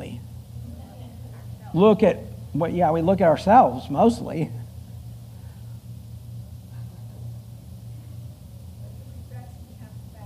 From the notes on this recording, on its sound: Full Sunday Service.